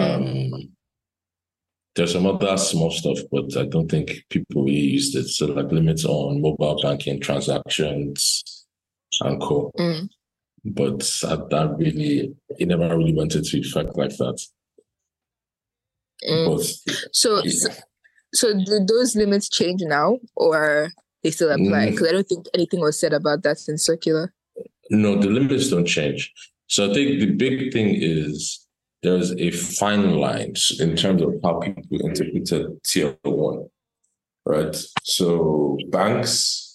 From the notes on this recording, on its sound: We recorded this episode remotely so if the sound quality seems a little off, that's why.